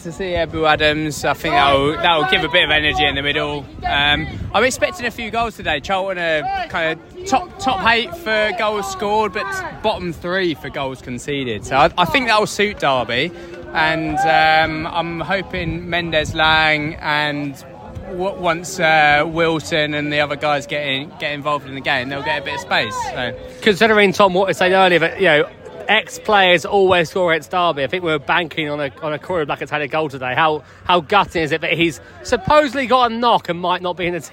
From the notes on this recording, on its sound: SBW At The Match: Charlton Athletic (A). Recorded throughout the day and directly in the away at The Valley, this is our audio adventure and highlights from a gritty, hard-fought 1-0 victory.